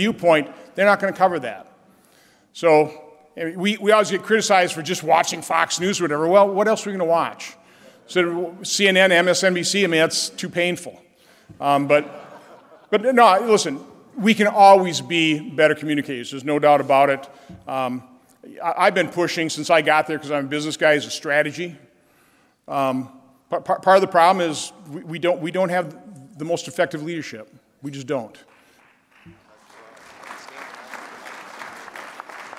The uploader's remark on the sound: At Heartland Institute Conference. Speaks at The Heartland Institute’s 15th International Conference on Climate Change (ICCC15).